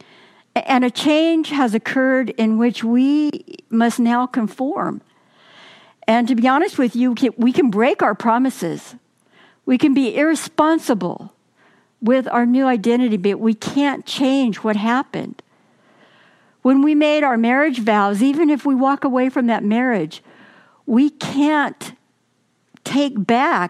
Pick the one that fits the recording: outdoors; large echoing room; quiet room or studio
large echoing room